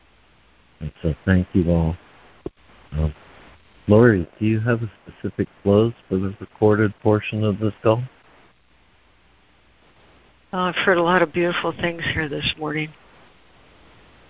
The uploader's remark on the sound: ACIM Daily Conference Call